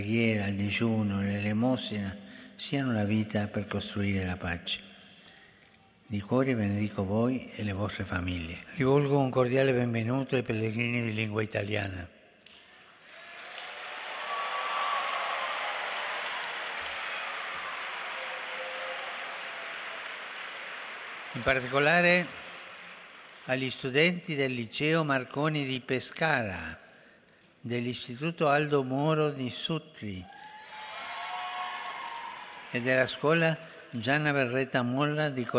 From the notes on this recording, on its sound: FROM THE PAULVI HALL